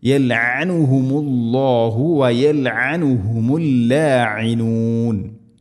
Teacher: ഐന് പ്രത്യേക മഖ്റജ് ശ്രദ്ധിക്കുക. തൊണ്ടയുടെ മധ്യഭാഗമാണ്, ഐന് ഹംസയോ അല്ലെങ്കിൽ ഗൈനൊന്നും ആയി പോവരുത്.